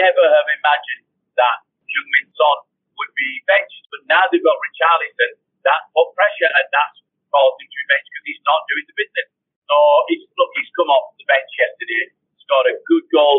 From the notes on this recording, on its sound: Apologies for the audio!